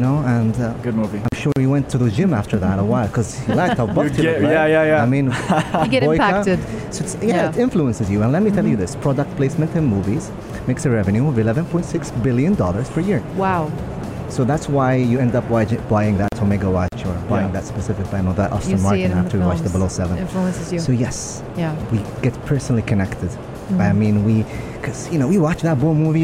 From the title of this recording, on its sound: Pulse Live at IGCF